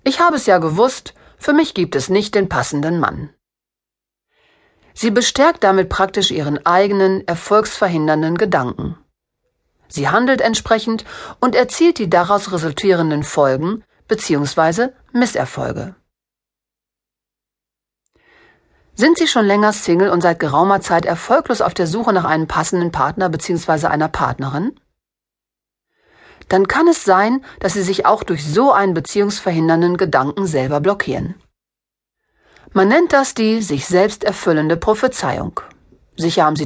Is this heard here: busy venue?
no